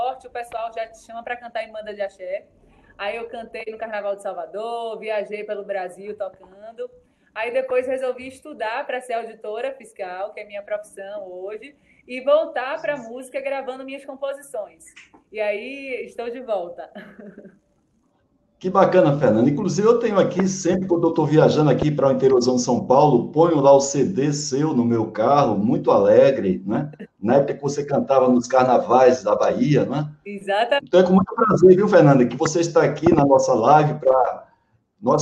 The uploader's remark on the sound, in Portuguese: Esta é a gravação da live